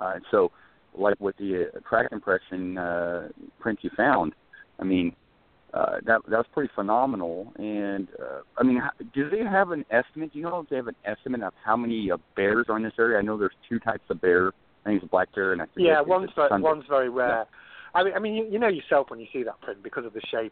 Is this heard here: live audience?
no